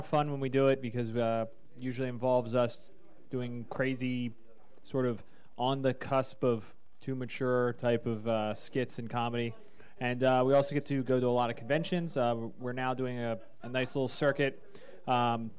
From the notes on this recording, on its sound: This episode of The +2 Comedy podcast was taped at Jester's Playhouse